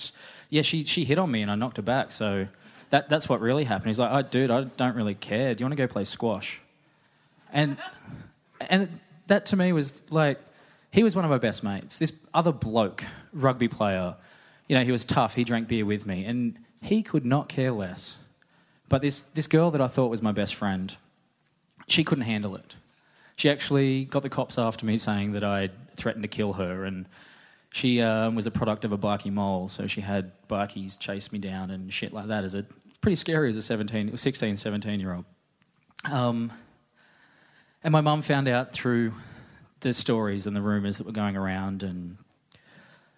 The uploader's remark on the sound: Told live on stage at a tiny pub in the huge state of Western Australia.